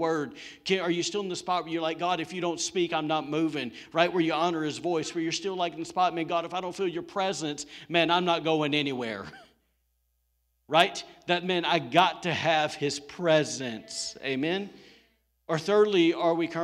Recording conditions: large echoing room